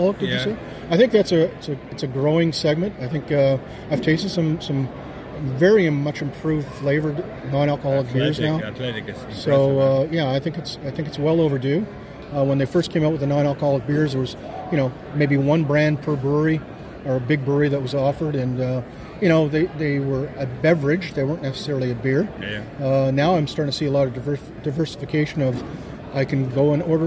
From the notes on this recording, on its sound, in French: Nous sommes au Canadian Brewing Awards Conference à Halifax.